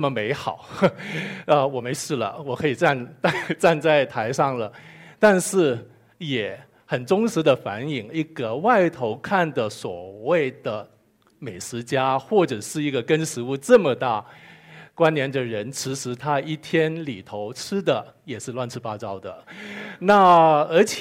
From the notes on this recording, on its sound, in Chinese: 一席现场